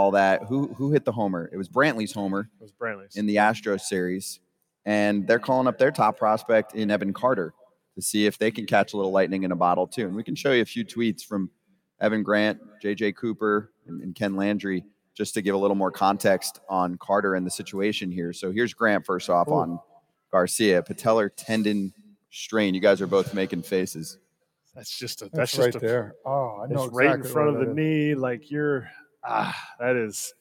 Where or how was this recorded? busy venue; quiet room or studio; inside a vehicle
busy venue